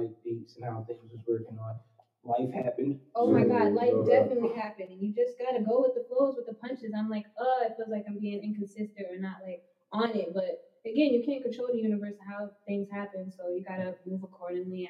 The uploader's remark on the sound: Please be advice due to technical difficulties sound in volume may vary.